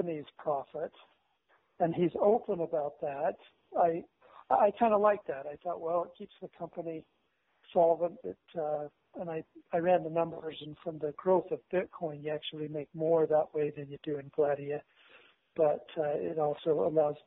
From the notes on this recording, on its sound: Conference call.